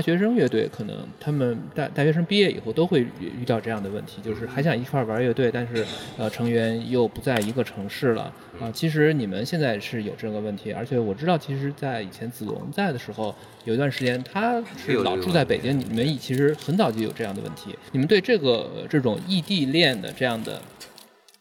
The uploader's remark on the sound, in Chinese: 2021年6月5日北京疆近酒现场录音